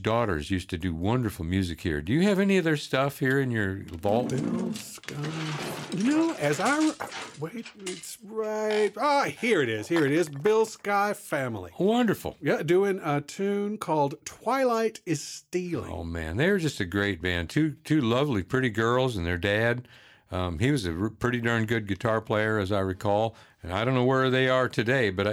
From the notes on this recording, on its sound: This week, another special road trip episode. OHR visits Rogers, Arkansas’ Railyard Live Concert Series. Recorded live at Butterfield Stage in Railyard Park in historic downtown Rogers.